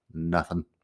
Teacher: sin la G al final, también es la pronunciación informal